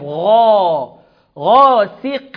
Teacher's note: الغين في أعلى درجات التفخيم لأنها مفتوحة بعدها ألف